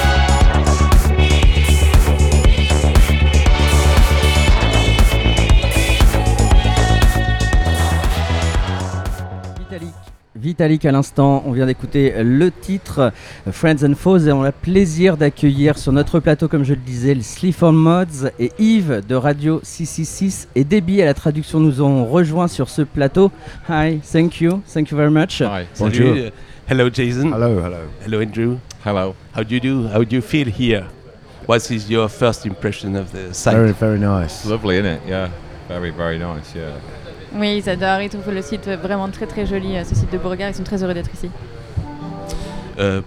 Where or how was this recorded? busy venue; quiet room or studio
busy venue